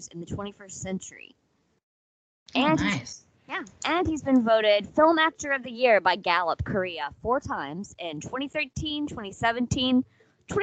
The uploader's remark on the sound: Please excuse some minor audio issues.